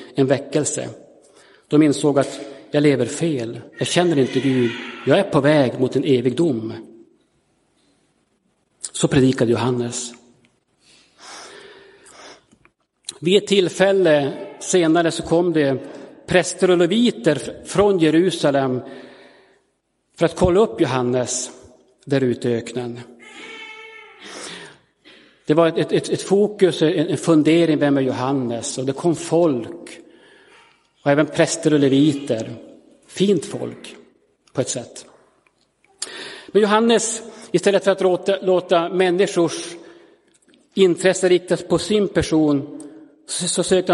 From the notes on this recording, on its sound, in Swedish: Inspelad i Roseniuskyrkan den 11 december 2022.